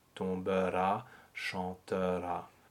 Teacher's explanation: So that E turns into a schwa